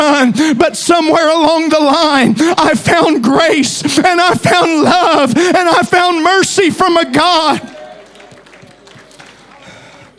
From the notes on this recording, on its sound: Preached at Deep Calleth Deep Conference 23, 6 December Morning Service.